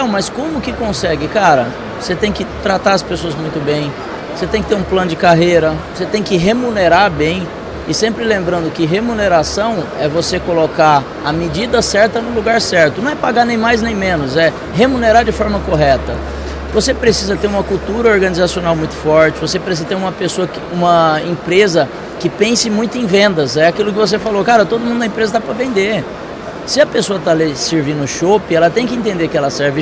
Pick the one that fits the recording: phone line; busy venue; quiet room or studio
busy venue